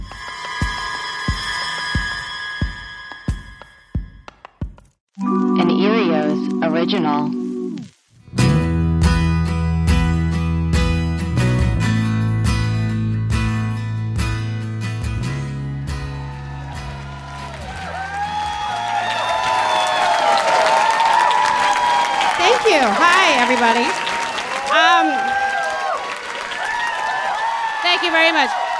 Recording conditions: live audience